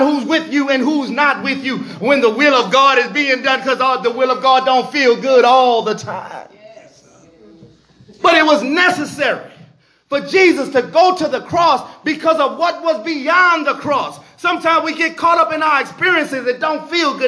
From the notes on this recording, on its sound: This message was recorded in the sanctuary of True Vine Missionary Baptist Church.